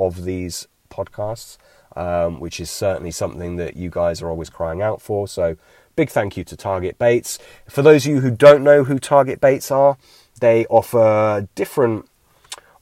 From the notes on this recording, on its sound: A bank-side Q&A.